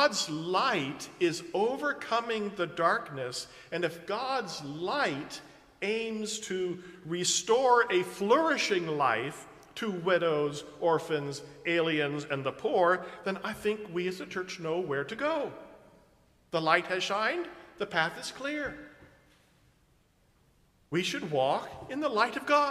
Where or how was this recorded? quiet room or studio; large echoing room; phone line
large echoing room